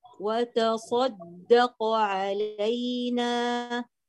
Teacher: يلا جيبي تفخيم الصاد وإطباقها